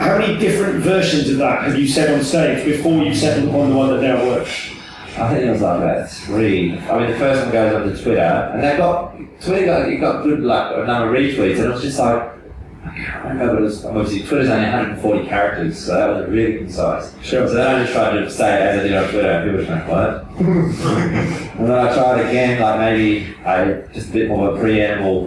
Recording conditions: poor sound quality